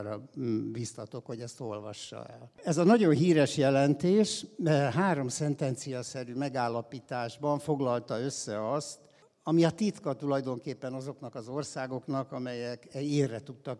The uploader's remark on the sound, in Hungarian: a hatodik Qubit Live-on tartott előadásában